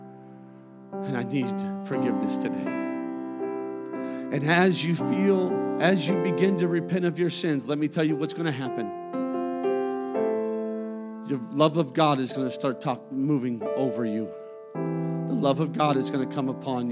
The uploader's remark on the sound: a service recording from Connect Point UPC